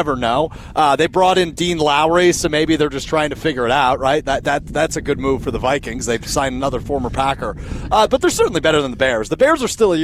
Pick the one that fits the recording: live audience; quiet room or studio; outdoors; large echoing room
outdoors